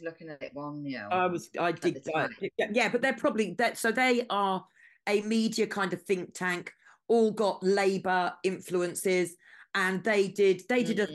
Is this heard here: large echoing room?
no